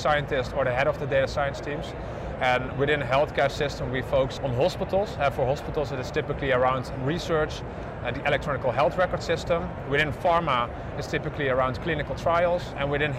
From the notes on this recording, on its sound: It’s an Interview in Action live from HLTH ‘22.